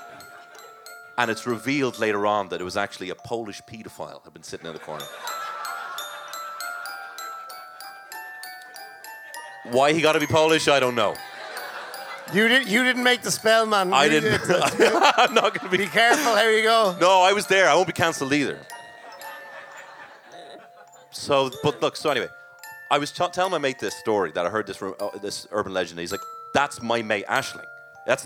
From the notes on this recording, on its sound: That's just the sound of a ghost, and certainly not the delighted crowd who came to this LIVE podcast. Recorded in The Workmans in Dublin.